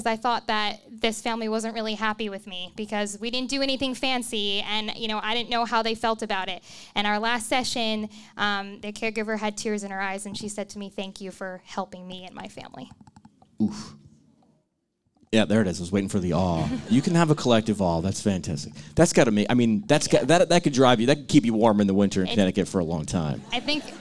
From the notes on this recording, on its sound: Sacred Heart University LIVE SHOW. In this dynamic live episode of PT Pintcast.